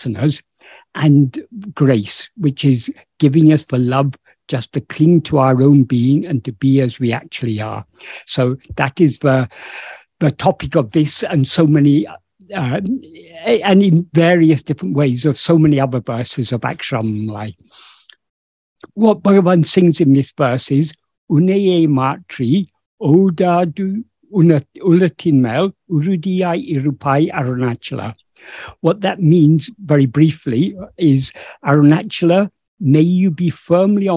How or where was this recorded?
video call